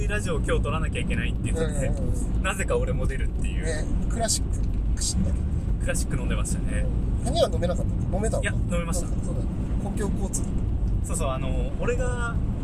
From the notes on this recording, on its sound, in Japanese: 函館ドライブ収録。はじまりと再会の地、函館に向かう道中で、オフライン収録！